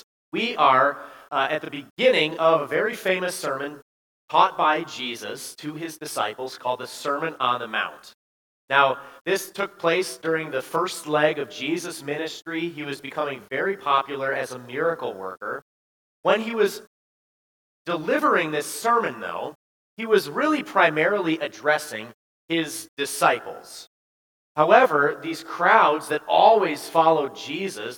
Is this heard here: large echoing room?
yes